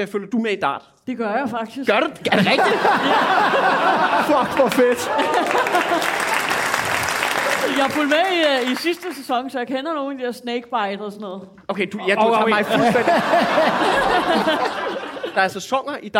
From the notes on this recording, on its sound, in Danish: Afsnittet er optaget live på Comedy Zoo